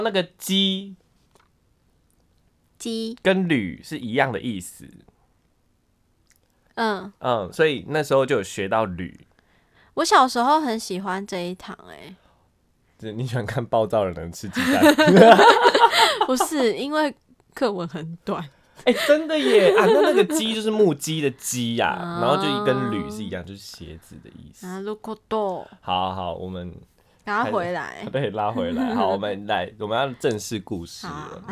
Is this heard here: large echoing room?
no